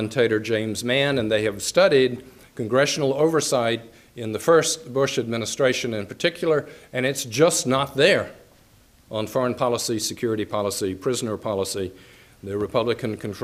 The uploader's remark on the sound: Nebraska Colloquium lecture. The University of Nebraska-Lincoln.